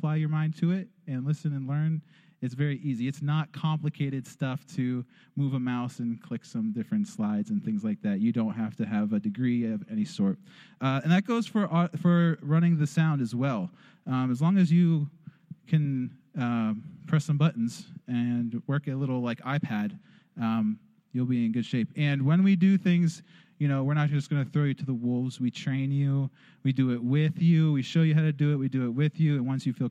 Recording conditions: large echoing room